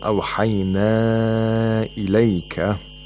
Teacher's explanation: In Warsh, you have to lengthen it to 6 vowel counts. You don't have a choice like in Hafs to lengthen it to 2, 4, or 5 vowel counts. · Term: matul munfasil